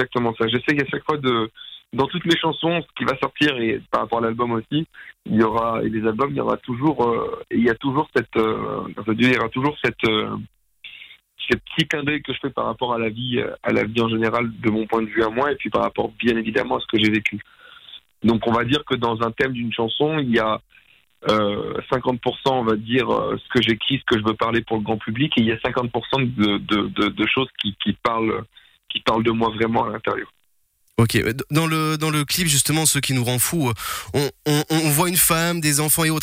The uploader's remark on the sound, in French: On a passé un moment au téléphone